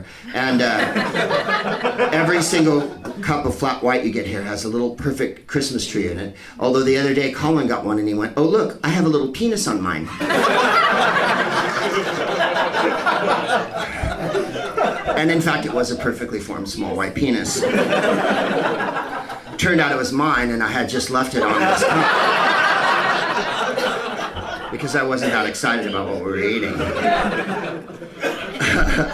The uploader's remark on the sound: Live from the Happy Endings Comedy Club in Sydney